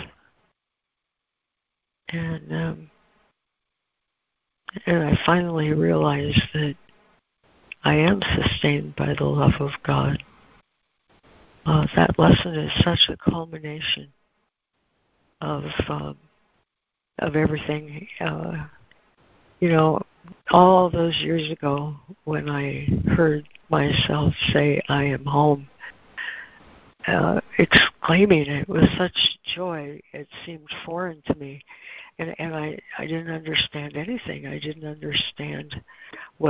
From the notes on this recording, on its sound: ACIM Daily Conference Call.